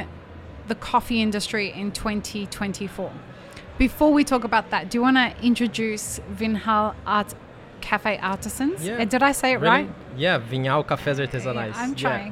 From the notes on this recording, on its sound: Live-streamed from the show floor at World of Coffee Dubai 2024 on Jan 21-23 2024.